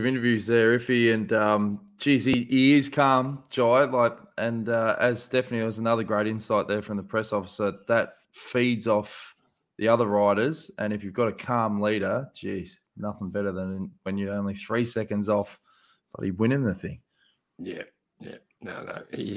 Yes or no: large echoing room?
no